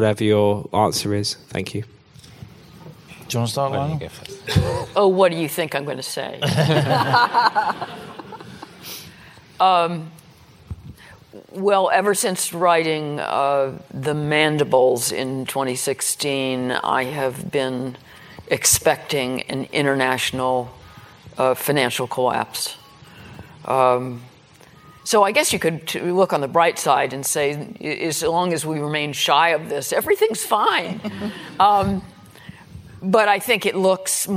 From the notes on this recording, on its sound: Our second Planet Normal live event is broadcast from the IET in London. Take questions from the live audience.